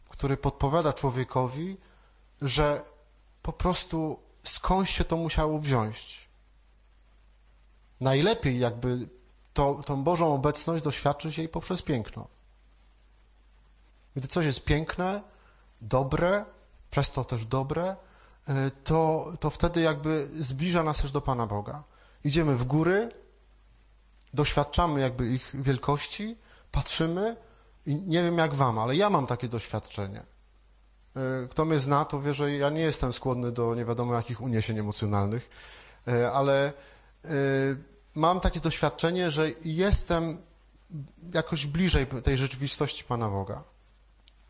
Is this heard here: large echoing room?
yes